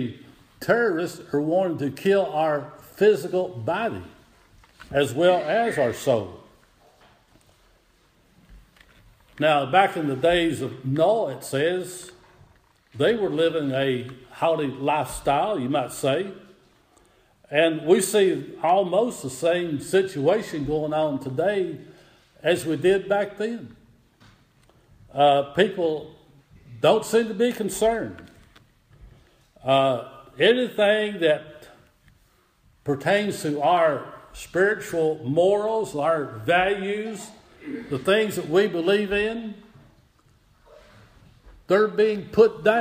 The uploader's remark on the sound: Audio Recording of Worship service at Persia Methodist Church in Rogersville, TN